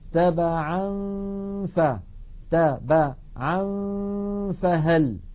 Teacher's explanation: هل النون الجزء اللساني منها هل بقي أم انعدم في الإخفاء؟ انعدم، وهذا مماثل للإدغام · Term: إخفاء النون